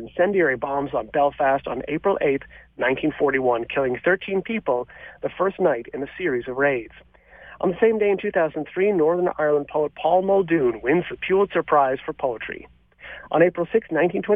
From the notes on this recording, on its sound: This year's Toronto Rose contestants call in from PJ O'Brien's.